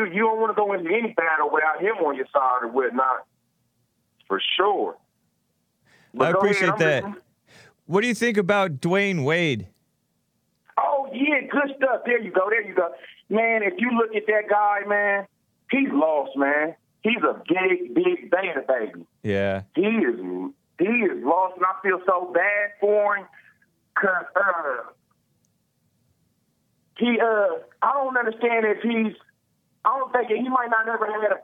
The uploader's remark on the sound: A ton of calls!